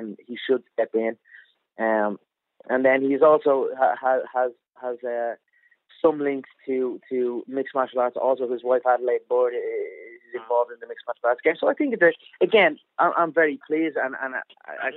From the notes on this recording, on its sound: on a conference call